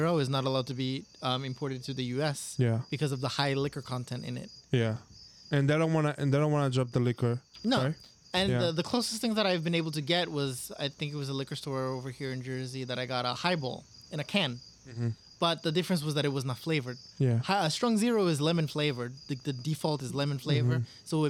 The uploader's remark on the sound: Sorry for the noise, we had to record outside for this episode.